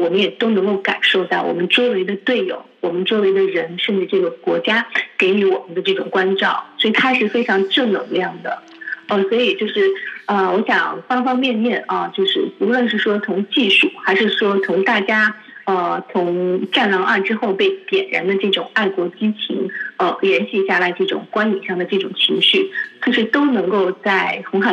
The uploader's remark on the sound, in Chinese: 中国国际广播电台电话访谈